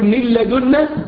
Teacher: النون الساكنة وبعدها اللام إدغام كامل بغير غنة